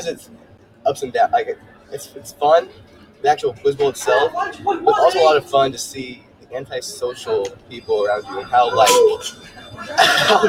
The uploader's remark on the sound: Live from Small School Nationals